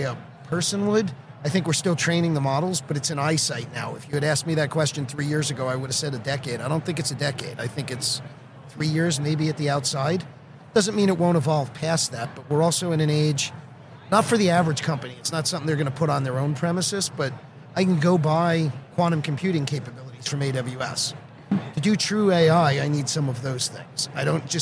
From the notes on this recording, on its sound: Live at the HR tech 2022 conference